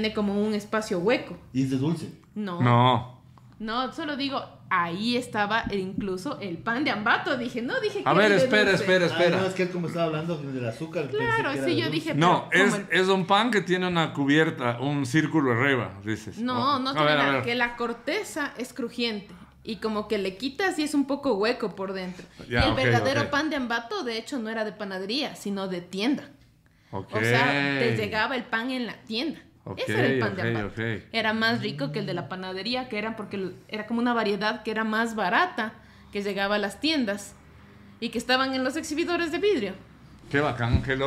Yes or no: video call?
no